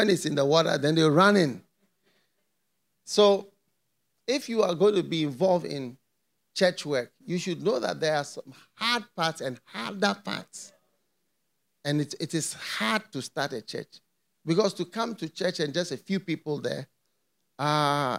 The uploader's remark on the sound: Preached at the FLOW Church Service.